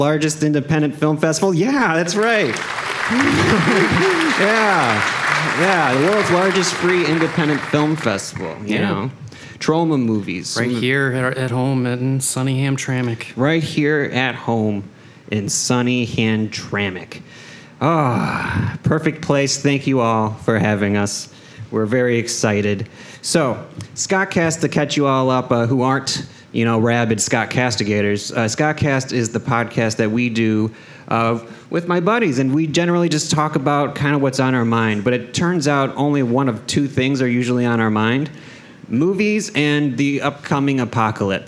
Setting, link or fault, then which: setting, live audience